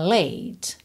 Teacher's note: O E final não é pronunciado, por isso tá pintadinho de cinza, você termina o som nesse T, consoante oclusiva